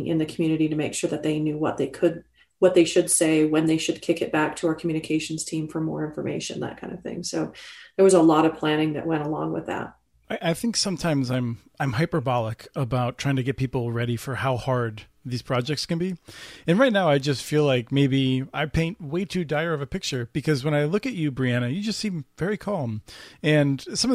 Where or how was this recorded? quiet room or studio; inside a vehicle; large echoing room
quiet room or studio